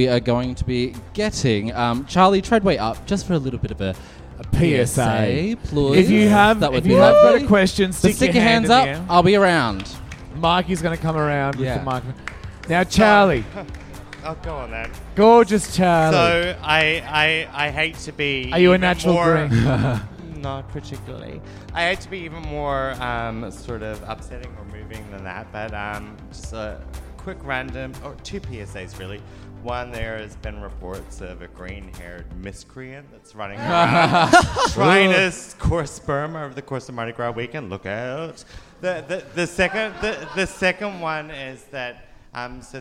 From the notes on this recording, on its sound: Live show audience questions! This week's After Show is our live show Q&A from our Melbourne and Sydney 2020 live shows.